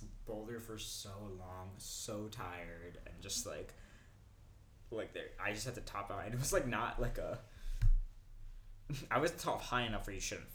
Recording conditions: sounds in the background